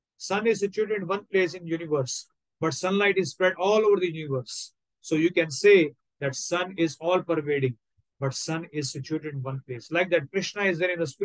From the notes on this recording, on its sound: Online Zoom Session.